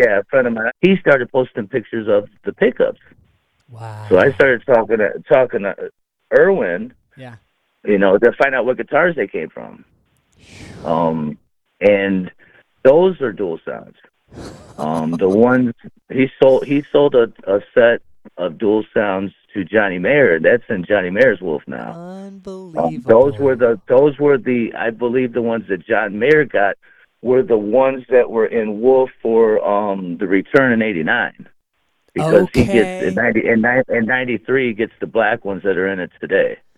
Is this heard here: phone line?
yes